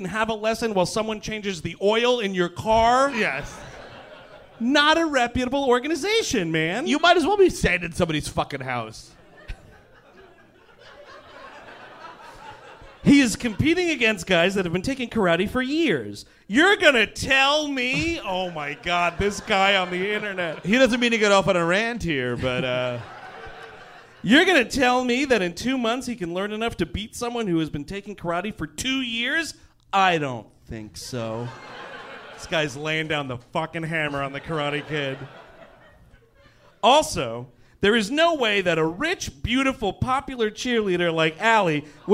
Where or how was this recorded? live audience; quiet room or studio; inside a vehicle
live audience